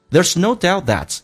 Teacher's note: there 跟 is 在一起的时候直接可以说成一个咬舌音